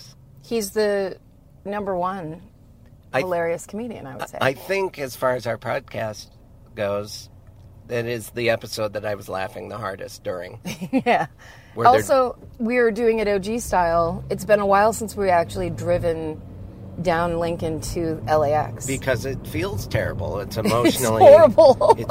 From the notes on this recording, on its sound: At LAX and podcast in the car as we bring him to his home.